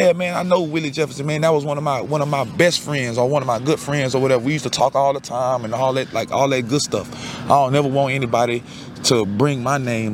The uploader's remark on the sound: LIVE at the 110th Grey Cup in Hamilton